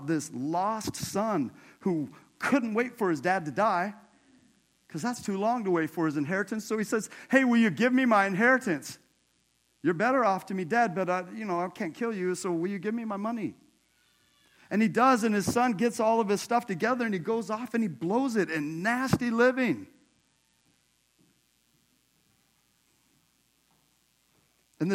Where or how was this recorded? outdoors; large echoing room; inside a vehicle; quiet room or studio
large echoing room